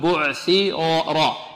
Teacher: الراء هنا ماذا؟ مفخمة مفخمة، نقول بعثرة، لماذا فخمناها؟ لأنها مفتوحة